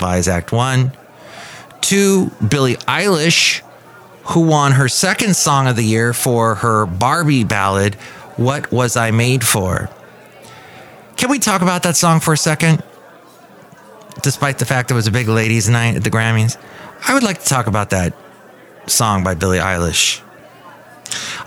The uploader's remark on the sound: Podcasts live from Café Anyway.